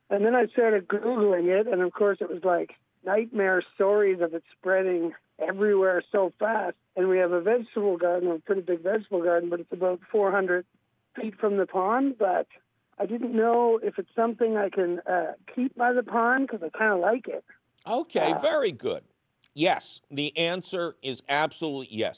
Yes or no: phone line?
yes